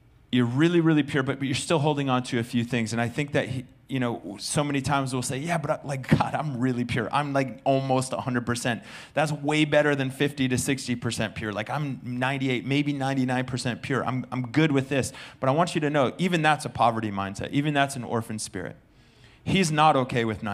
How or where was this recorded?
large echoing room